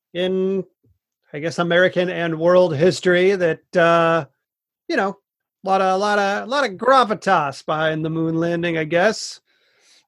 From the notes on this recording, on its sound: the audio here is taken from our Zoom call, so the quality is somewhat diminished